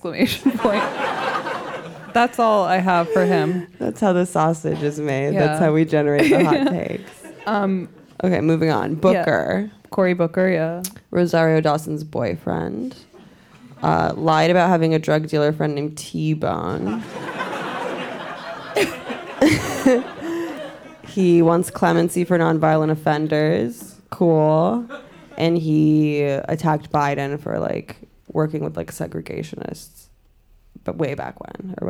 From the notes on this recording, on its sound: Red Scare Live at The Greene Space.